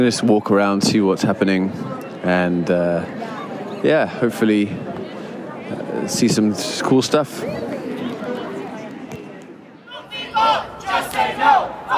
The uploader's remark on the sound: An audio diary from the COP28 climate conference. Sights, sounds and scenes from the largest climate gathering on the planet.